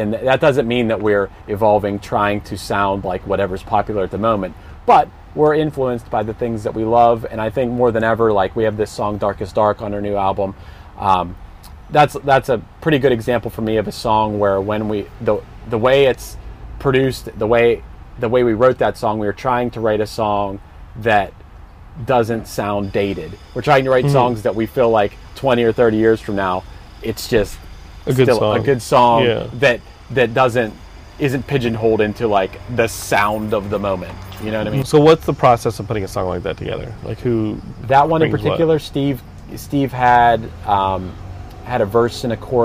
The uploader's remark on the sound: Hanging In The Van